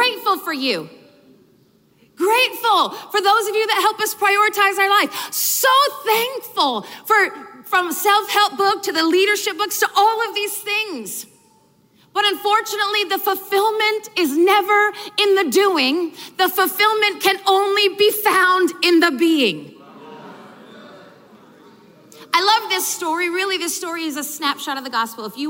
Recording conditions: live audience